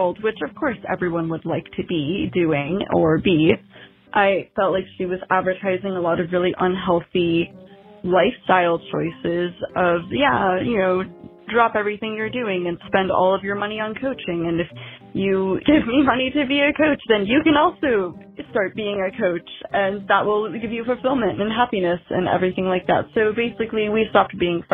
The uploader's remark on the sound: Caller Episode. Listeners called in to share their own experiences.